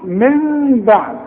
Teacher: بقلب النون لمين وبخف المين وبغنها · Term: اقلاب مع الاخفاء